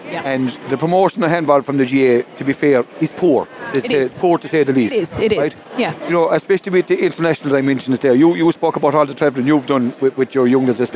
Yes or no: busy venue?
yes